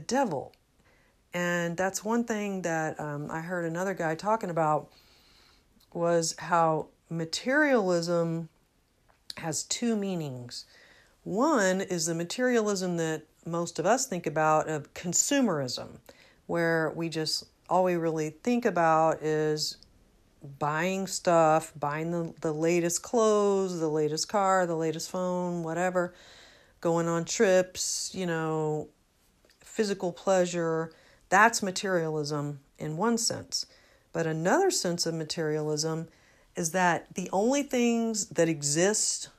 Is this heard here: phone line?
no